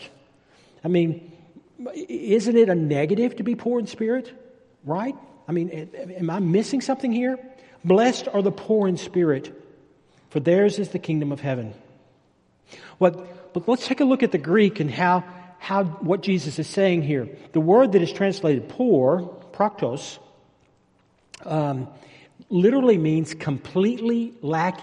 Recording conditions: large echoing room